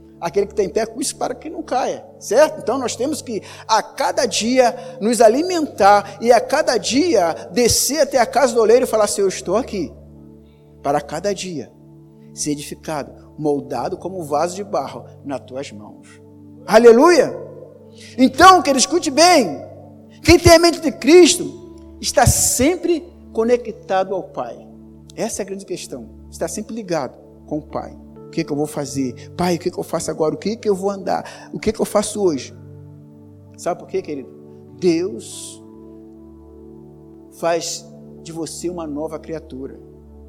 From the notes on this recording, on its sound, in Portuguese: Áudio da mensagem ministrada no Culto de Celebração realizado no Domingo, 26.05.2019 na Igreja Cristo Salva Campinas.